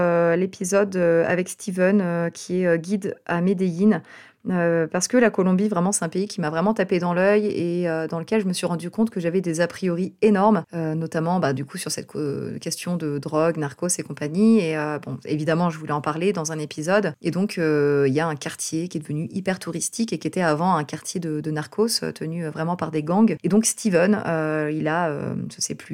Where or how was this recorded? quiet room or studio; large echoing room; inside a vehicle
quiet room or studio